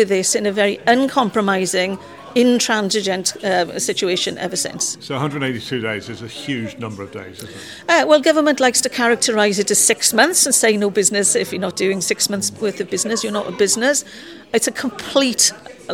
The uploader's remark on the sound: attends the the sell-out Mid Wales Tourism Conference, held at the Metropole Hotel and Spa, Llandrindod Wells and talks to key stakeholders at the event.